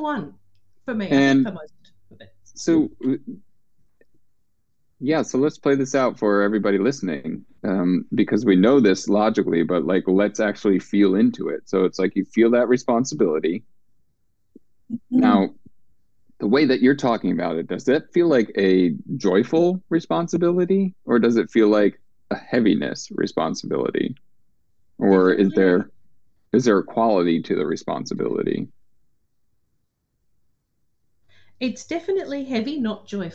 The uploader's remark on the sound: LIVE group call